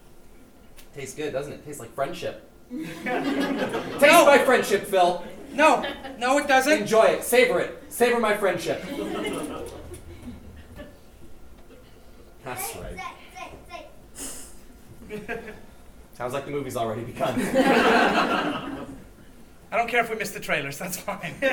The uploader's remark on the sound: live at the 2017 Edmonton Fringe Festival